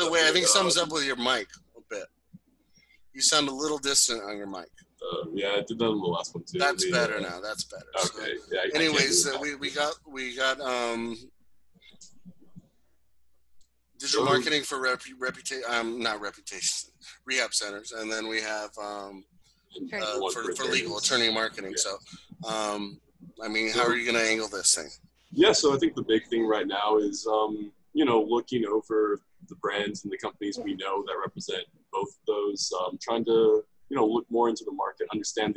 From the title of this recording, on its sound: Zoom Happy Hour Friday Special